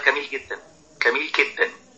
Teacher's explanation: هو متعود من هو صغير بيقول الجيم كاف